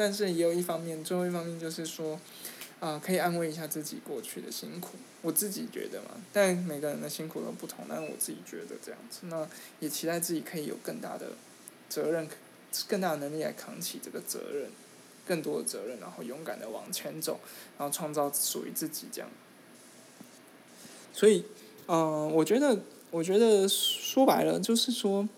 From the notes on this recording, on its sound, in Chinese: 錄音的品質一致性下次會多注意